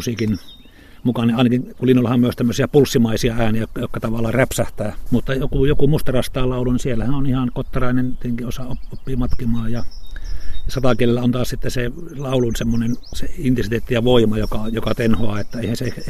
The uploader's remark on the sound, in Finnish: kävi Liminganlahdella jututtamassa